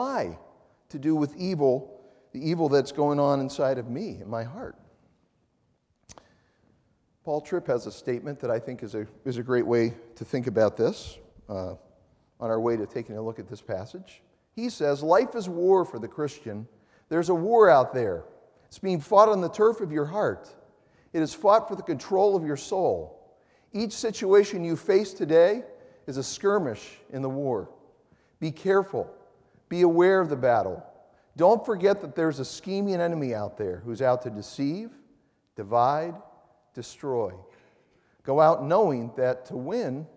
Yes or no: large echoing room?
yes